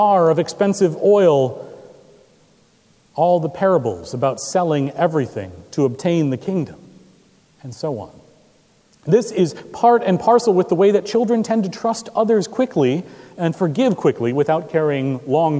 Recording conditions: large echoing room